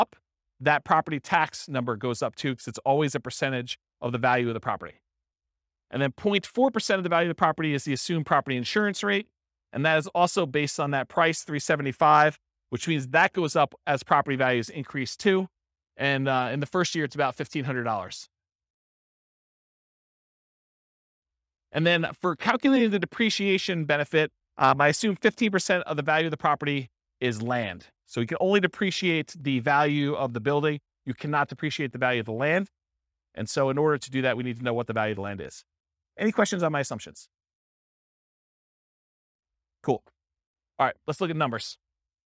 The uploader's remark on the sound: This was a live class recorded